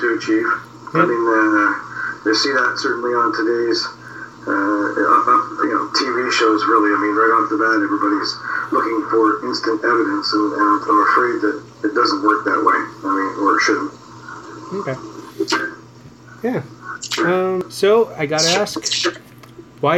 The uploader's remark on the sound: Had some audio difficulties but it was weird I have a paranormal guy on and we get some weird things happen.